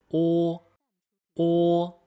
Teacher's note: 发“o” 的时候呢，嘴巴是微开，嘴唇要圆唇，“o”。o。同时，我们的舌头呢，微微的放低，往后微微的缩一点，o。o。嘴巴圆圆，o oo。o。o。o。o。摸。摸 o 摸 o 摸。摸底。摸鹅，摸模，模式。摸鹅，摸鹅抹，抹砂。摸哦，摸哦陌，陌生。摸，磨，抹，墨，摸底。模式，抹杀，陌生。学儿歌。公鸡叫，喔喔喔。快快起床，出被窝。洗脸刷牙，上厕所。锻炼身体。爬山坡，我们一起再来一遍。公鸡叫，喔喔喔，快快起床，出被窝。洗脸刷牙，上厕所。锻炼身体，爬山坡。o 的书写在中间一格，上下顶满，写得很圆润饱满。 · Term: 单韵母“o”